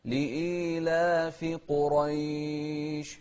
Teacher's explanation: انتبه للقاف المفخمة والراء المفخمة في كلمة قريش